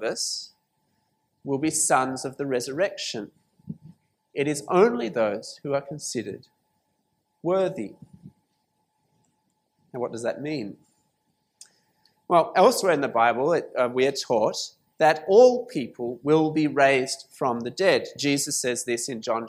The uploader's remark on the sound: This sermon was preached at St Mary's Cathedral, KL on 3rd February 2019.